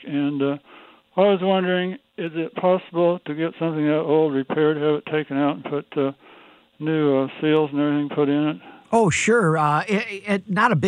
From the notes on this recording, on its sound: takes phone calls from listeners